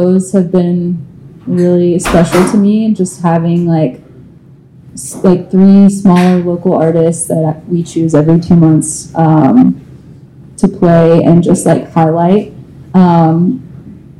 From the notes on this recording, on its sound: Happy Hour Live. Recorded live on March 2nd at Vinyl Tap in Nashville, TN.